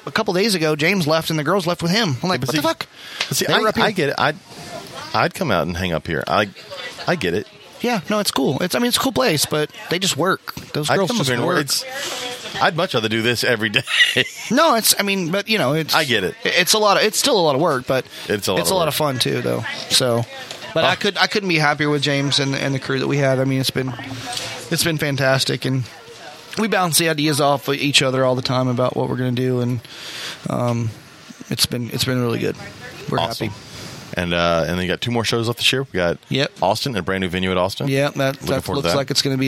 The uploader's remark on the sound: This is a bonus episode we were able to record while at the HERPS Exotic Reptile and Pet Shop Grand Opening.